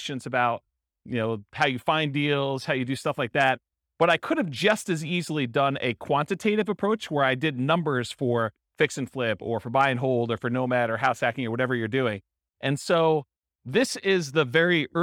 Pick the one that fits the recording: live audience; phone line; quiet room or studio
live audience